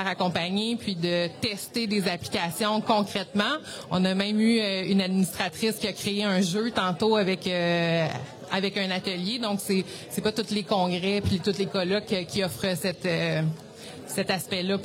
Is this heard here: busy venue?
yes